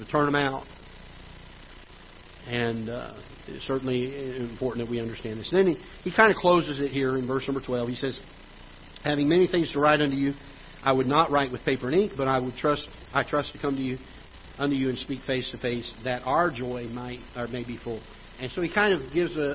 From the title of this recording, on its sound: Ketha Heights Baptist Church ~ Live Broadcast